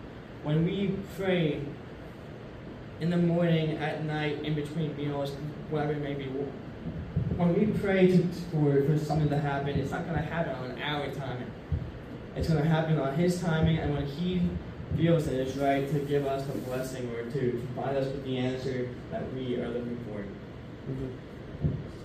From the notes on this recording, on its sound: This episode is a recording from my first sermon message I spoke at BASIC. Basic is a Christian fellowship club at my school.